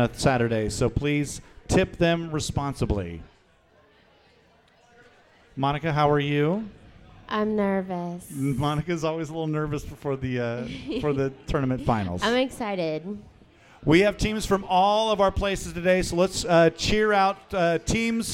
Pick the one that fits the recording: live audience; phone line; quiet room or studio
live audience